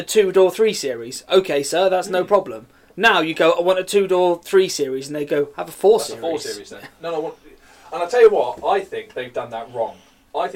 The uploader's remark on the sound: We are aware there are some slight audio issues and we do apologise.